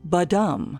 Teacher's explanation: That's a style of poetry where each line employs five iambs, a combination of one unstressed and one stressed syllable · Term: iambic pentameter